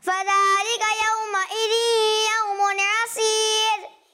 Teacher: آپ نے پوری ادائیگی جو ہے وہ ناک میں آواز لے جا کر کی ہے، یعنی پوری آیت آپ نے ناک سے پڑھی ہے، ٹھیک ہے. تو ایسا نہیں کرنا، جہاں غنہ کر رہے ہیں وہیں ناک میں آواز جائے.